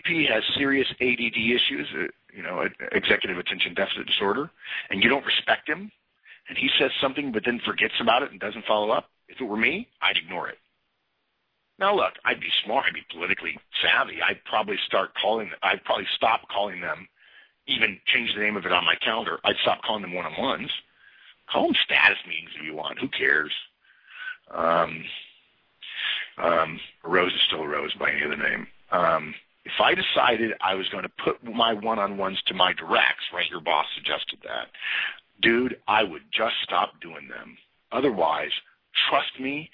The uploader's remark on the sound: November 2011 Conference Call.